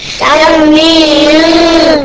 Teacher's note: ميم ساكنة مخفية بغنى حركتين